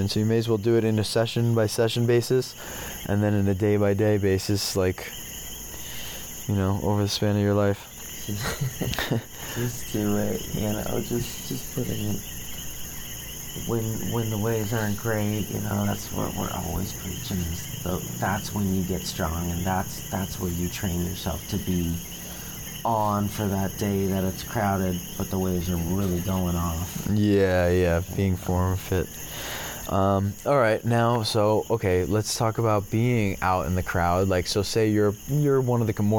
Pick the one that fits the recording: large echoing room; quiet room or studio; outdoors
outdoors